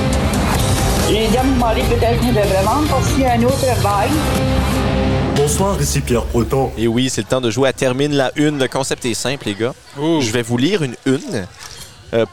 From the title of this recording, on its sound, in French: enregistré au Dolma Rooftop à Moncton